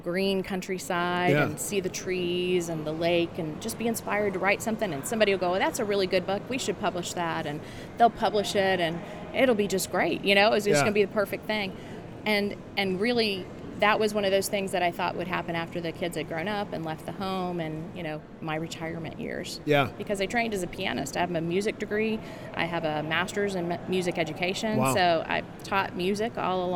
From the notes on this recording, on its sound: LIVE from CPE 2022!